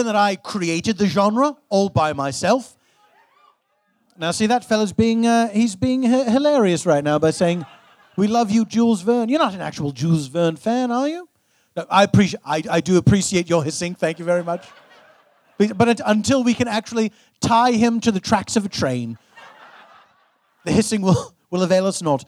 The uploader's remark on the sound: A special traveling edition of The Dead Authors Podcast. Recorded Live at Littlefield as part of New York's Superweek, Brooklyn, NY.